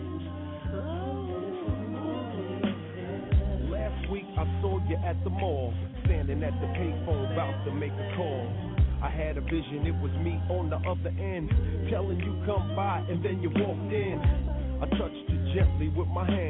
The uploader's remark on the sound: Im live on the scene at the Jacksons house on 2300 jackson street in Gary Indiana! Live interviews with the performers and some of the guests that come out to support this event! Just streaming a live show.